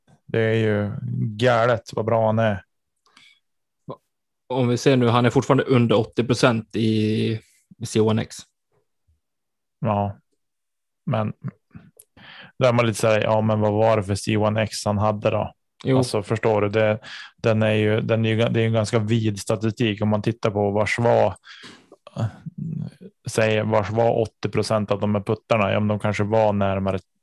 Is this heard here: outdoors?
no